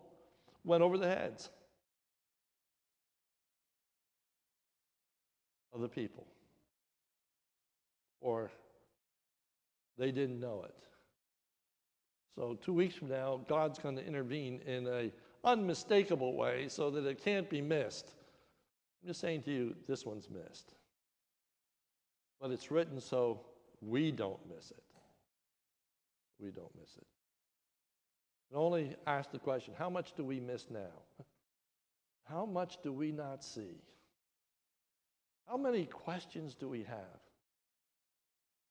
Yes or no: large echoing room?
yes